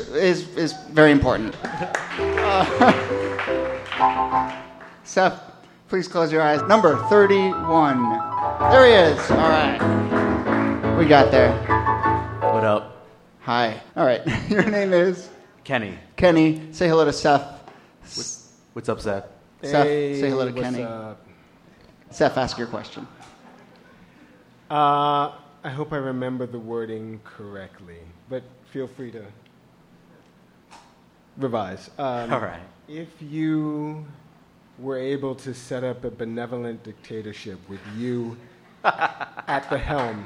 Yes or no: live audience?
yes